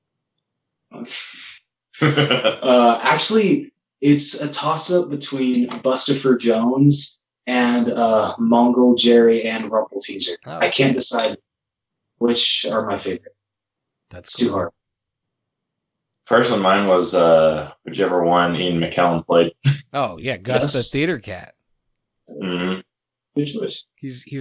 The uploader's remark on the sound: Technical difficulties this episode, bros. We hope you enjoy this episode regardless of our sound.